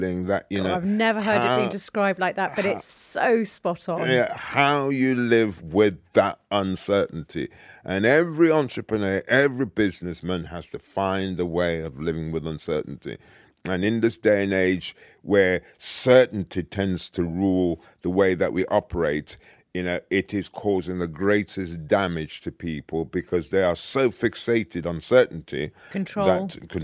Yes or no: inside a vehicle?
no